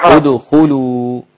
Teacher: ادخلوا إذا بدأت بيها هتضم الألف